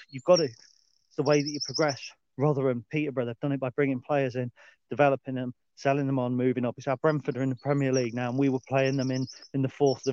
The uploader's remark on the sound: Dog Walk Special 11. A dog walk special.